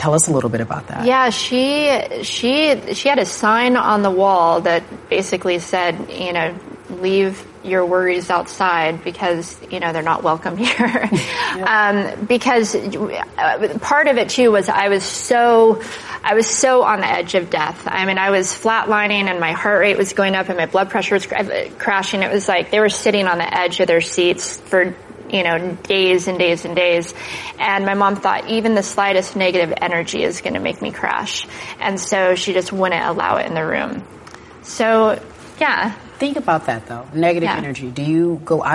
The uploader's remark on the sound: in front of a live studio audience